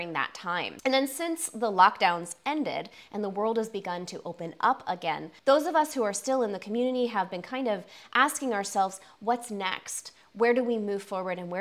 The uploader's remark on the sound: TwitchCon 2023 Fitness Panel. The panel that I spoke on at this year's TwitchCon.